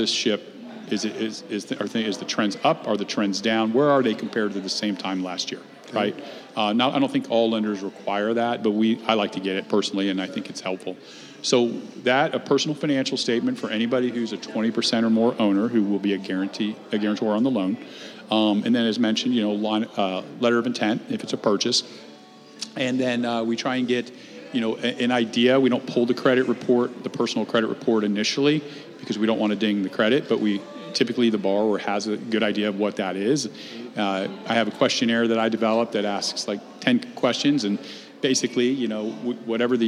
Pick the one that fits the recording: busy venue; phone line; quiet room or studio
busy venue